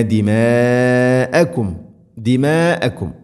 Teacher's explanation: നിർബന്ധമായിട്ടും നാലോ അഞ്ചോ ഹർക്കത്തിൻ്റെ ഖദറുകൾ നീട്ടണം · Term: മദ് മുത്തസിലാണ്